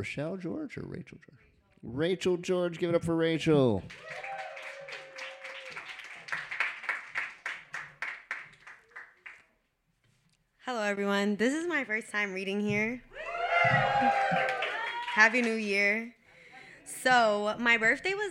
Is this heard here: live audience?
yes